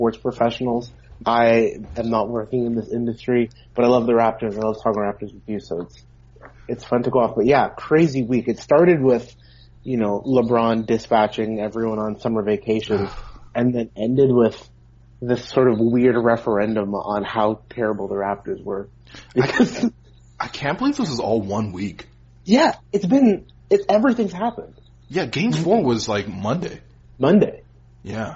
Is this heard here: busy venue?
no